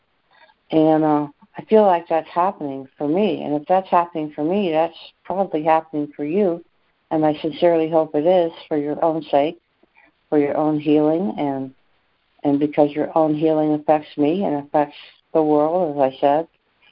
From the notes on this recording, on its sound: ACIM Daily Conference Call.